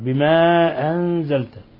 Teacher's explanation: مد منفصل تقدم نظيره لانفصال الهمزة عن حرف المد في كلمة أخرى